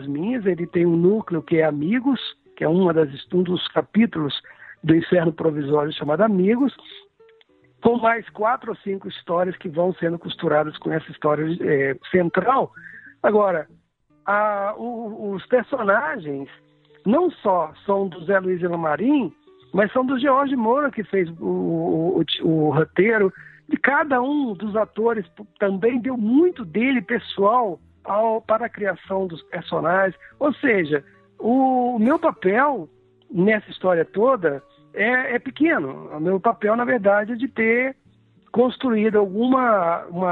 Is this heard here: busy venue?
no